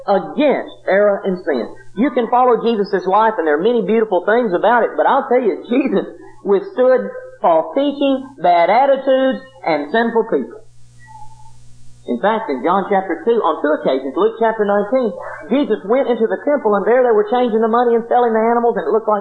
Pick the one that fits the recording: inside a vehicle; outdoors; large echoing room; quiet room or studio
large echoing room